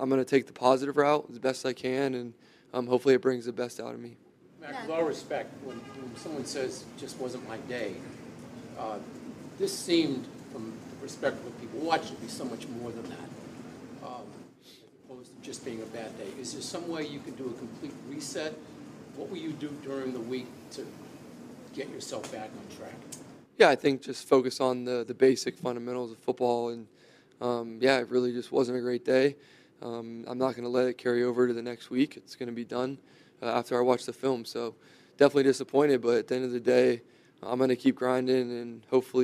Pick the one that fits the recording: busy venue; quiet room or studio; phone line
busy venue